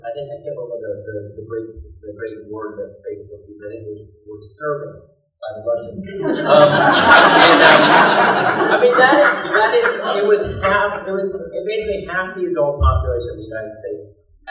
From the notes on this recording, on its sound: Today's episode is Part 2 from the Mike Belote Endowed Lecture on Journalism in the Era of Fake News. Today's episode is the questions from the audience portion the event.